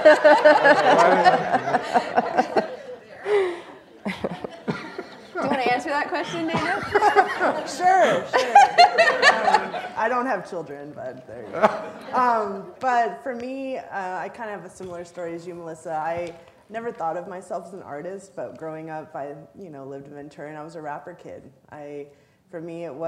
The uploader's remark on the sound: joined onstage by the rest of the symposium’s presenters